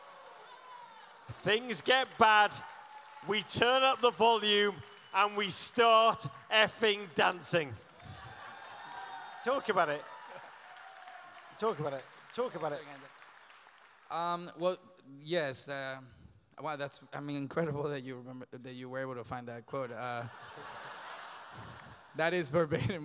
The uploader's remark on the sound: Live in Los Angeles